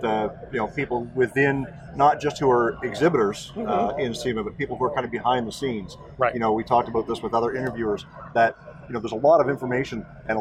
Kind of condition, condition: setting, busy venue